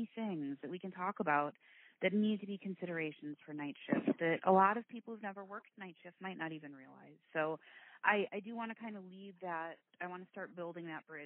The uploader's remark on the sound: This was recorded via phone. The quality is not what we’ve grown into here at Nursing Uncensored.